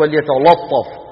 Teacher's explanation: وليتلطف، هذه يكثر فيها الخطأ، وذلك بسبب مجاورة اللام للطاء، بيقول لك وليتلطف، لطف شو بيصير؟ يأخذ من تفخيم الطاء فيجعله مع مين؟ مع اللام